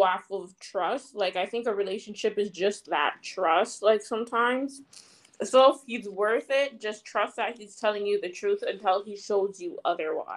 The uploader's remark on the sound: Sorry if audio cracks… I unfortunately am not an audio engineer and am too broke to hire one.